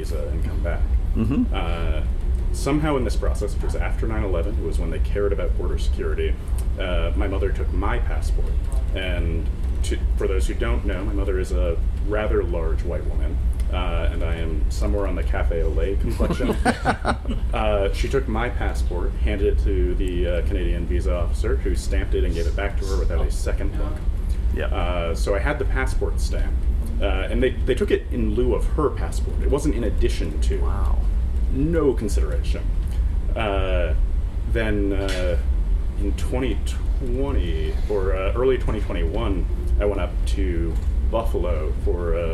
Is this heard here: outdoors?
yes